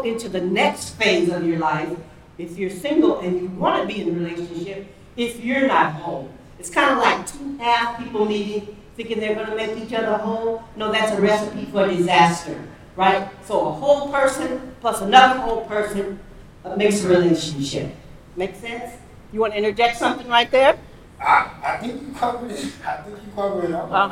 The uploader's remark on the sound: "Live Anniversary Show". The second instalment to our anniversary special, live from Downtown Vancouver.